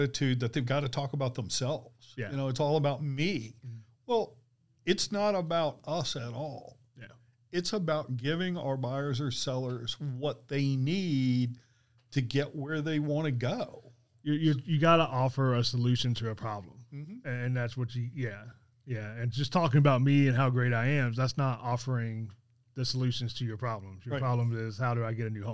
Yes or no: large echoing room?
no